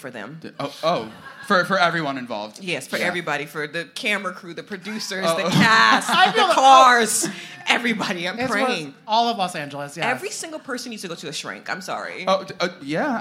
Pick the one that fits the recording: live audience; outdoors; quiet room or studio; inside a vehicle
live audience